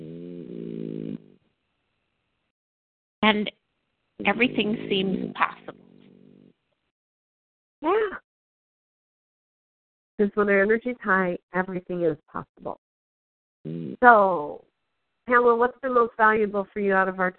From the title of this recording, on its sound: Team SAP Conference Call